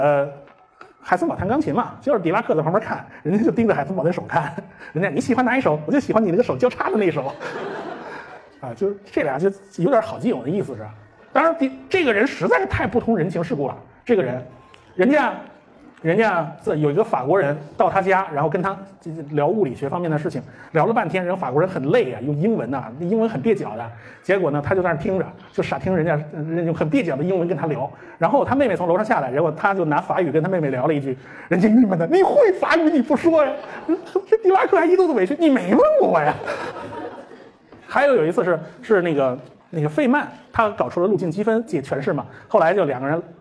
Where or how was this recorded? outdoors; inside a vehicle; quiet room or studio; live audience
live audience